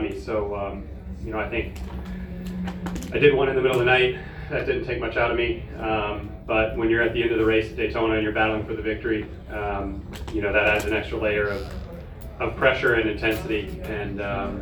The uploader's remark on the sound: Live from Daytona